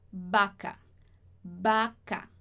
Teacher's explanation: esse B bem pronunciado com os lábios bem fechadinhos